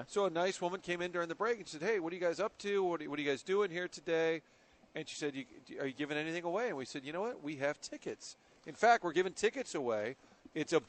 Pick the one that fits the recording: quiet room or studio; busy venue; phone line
busy venue